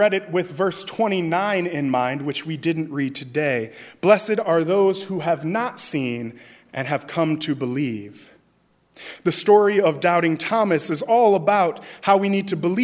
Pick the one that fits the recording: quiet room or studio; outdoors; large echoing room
large echoing room